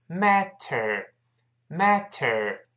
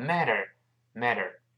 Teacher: 中间这个 t 读快之后会轻轻浊化一下，因为前面 a，后面 er，声带都震动了 · Shown in: second take